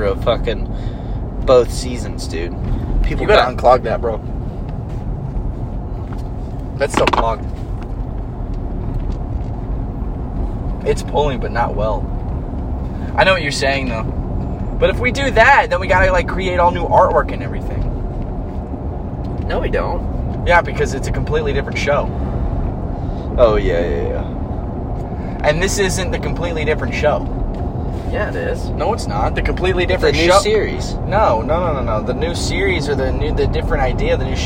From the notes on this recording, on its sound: On the Road. We driving AGAIN!